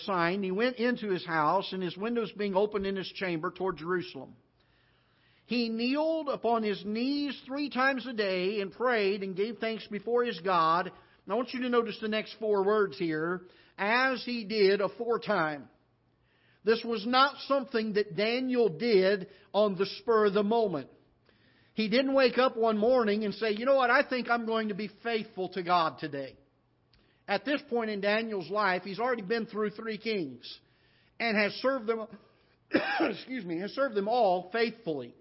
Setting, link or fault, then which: setting, large echoing room